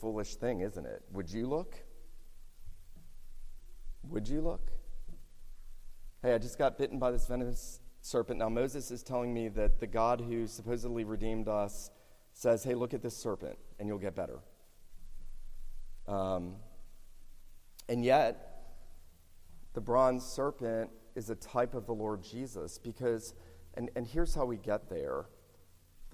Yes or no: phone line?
no